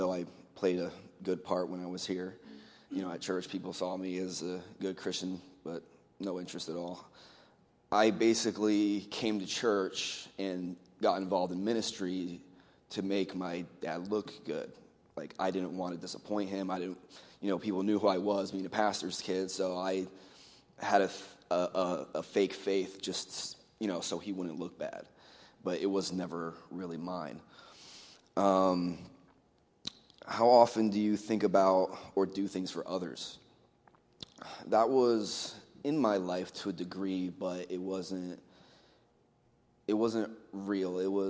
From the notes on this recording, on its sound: Faith Baptist Church in Hamilton, NJ.